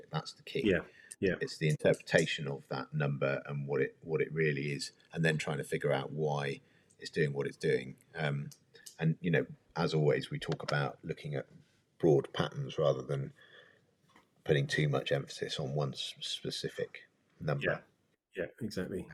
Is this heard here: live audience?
no